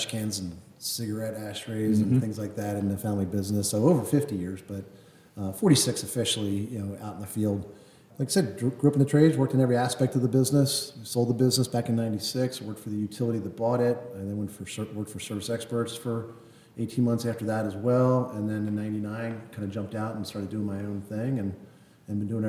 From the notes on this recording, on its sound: live from Caesar's Palace in Las Vegas at EPIC 2023